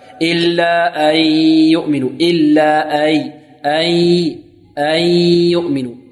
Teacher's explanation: الهمزة تخرج من ماذا؟ من أقصى الحلق ولا يصحبها غنة من الخيشوم أو صوت من الخيشوم.